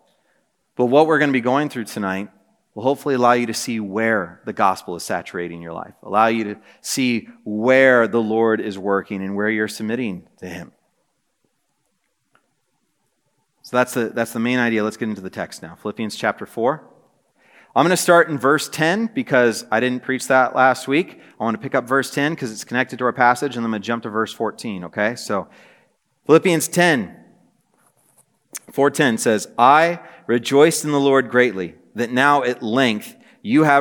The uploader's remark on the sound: This message was preached on December 7, 2023 at a Thursday Night Gathering of Coram Deo College Ministry.